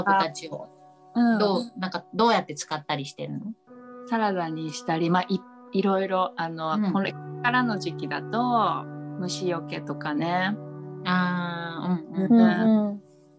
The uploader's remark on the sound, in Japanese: リモート収録でお届けします